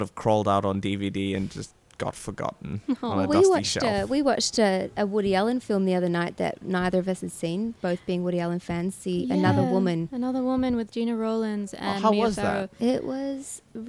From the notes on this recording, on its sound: Recorded live at the Brunswick Street Bookstore.